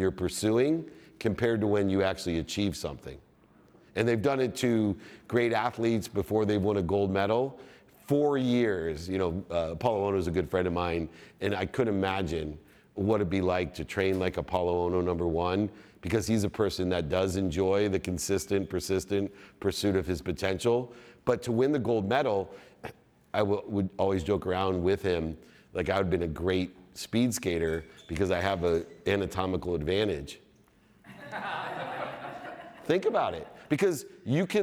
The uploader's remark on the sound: In his keynote at the VeeCon Visa Creator Stage